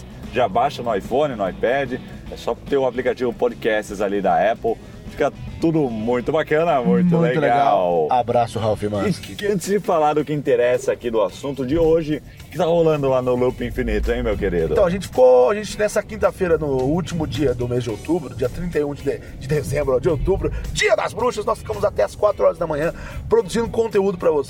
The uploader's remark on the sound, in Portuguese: Um pouco sem voz por conta de um resfriado. Durante um percurso de carro. O áudio não ficou tão bom porque havia ruídos do carro. Utilizamos o lapela Rode Mic no motorista. Um H1 no passageiro.